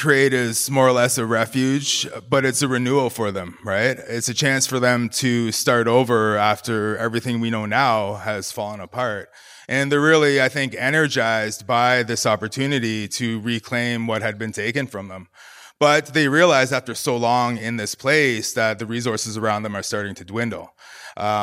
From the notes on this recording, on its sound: Live in Toronto. Recorded at the Bram and Bluma Appel Salon in the Toronto Public Library.